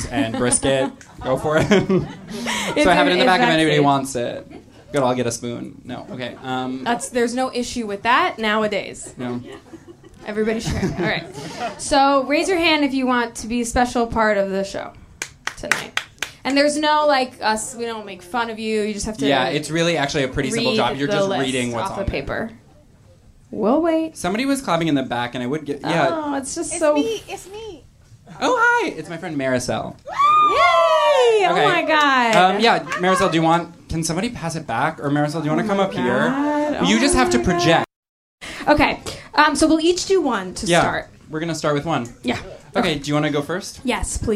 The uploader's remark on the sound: Live Show